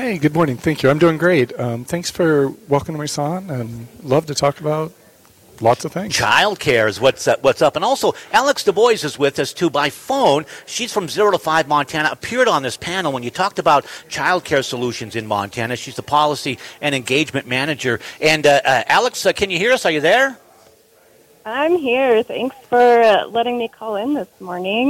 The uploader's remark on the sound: Broadcasting LIVE – MT Chamber’s Business Days at the Capital.